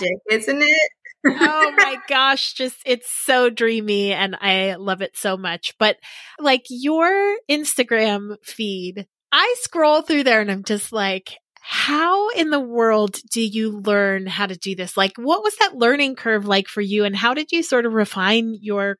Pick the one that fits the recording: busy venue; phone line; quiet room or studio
quiet room or studio